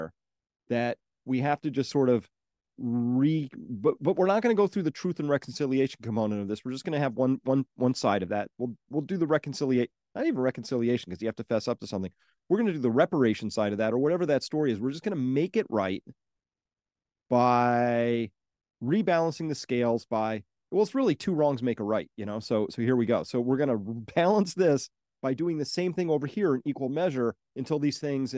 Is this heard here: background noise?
no